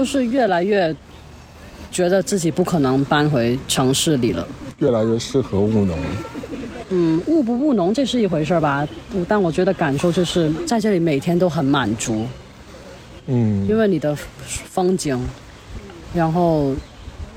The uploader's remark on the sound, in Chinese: 本期纯户外录音，敬请享受水声鸟鸣和小狗戏水的背景音